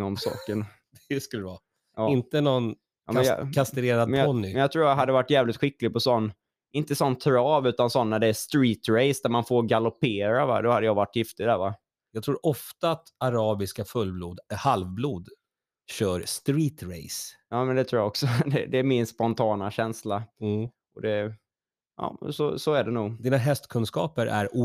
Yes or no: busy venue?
no